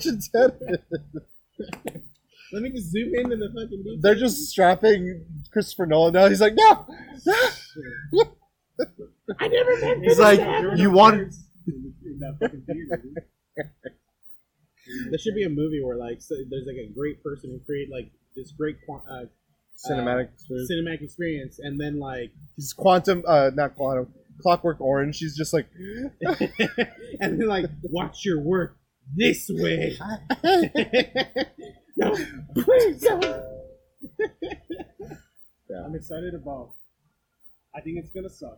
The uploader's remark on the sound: apologies for the audio quality, couldn't fix it in post and we just had to work thru it.